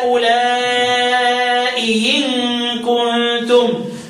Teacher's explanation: إبدال يا خفيف الكسر يعني مكسورة يعني مش مشددة · Term: ياء خفيفة الكسر